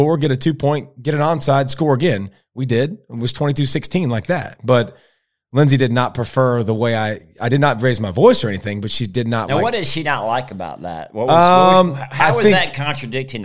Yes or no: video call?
no